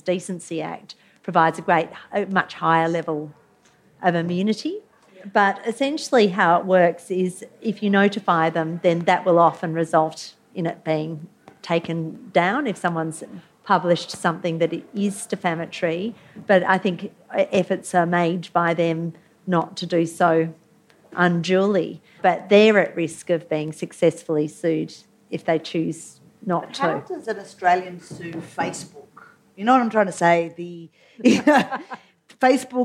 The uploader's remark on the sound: Live Panel